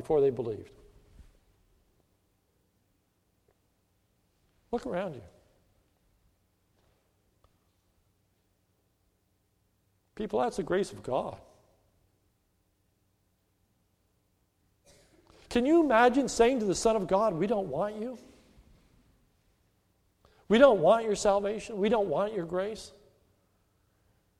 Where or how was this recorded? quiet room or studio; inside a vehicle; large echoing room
large echoing room